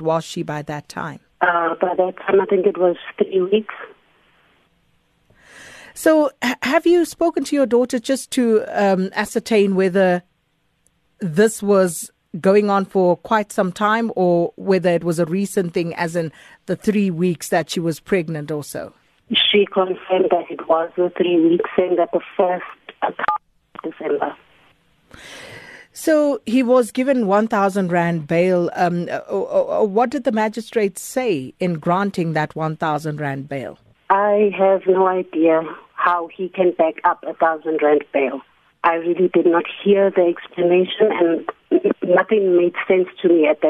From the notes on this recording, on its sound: joins us on the line